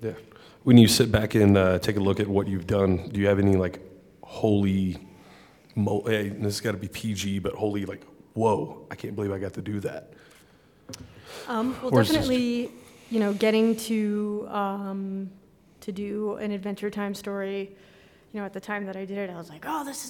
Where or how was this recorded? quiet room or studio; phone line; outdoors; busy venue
busy venue